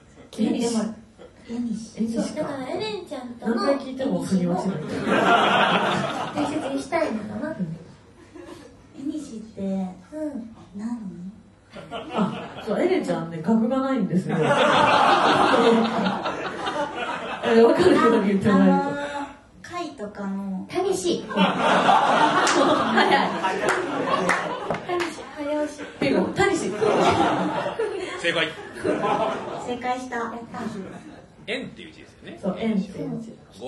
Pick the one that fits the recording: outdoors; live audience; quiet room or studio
live audience